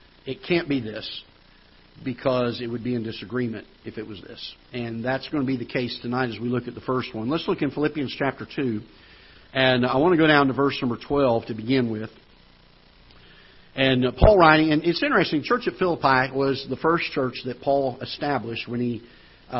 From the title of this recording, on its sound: Ketha Heights Baptist Church ~ Live Broadcast